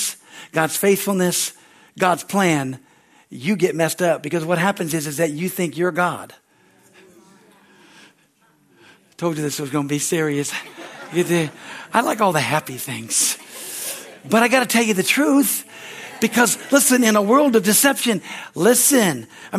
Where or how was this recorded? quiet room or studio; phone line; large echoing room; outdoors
large echoing room